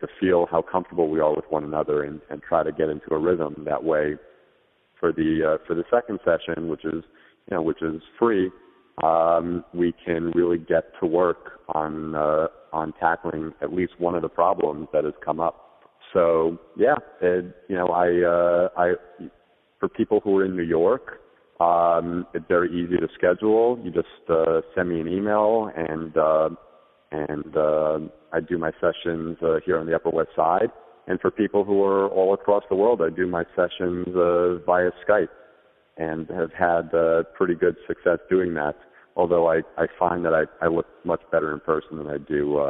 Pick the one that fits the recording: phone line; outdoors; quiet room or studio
phone line